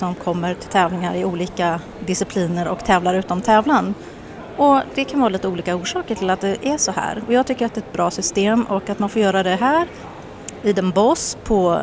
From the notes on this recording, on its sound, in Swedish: Poddat live från en spånbal vid entrén till Brabanthallen i den Bosch, Holland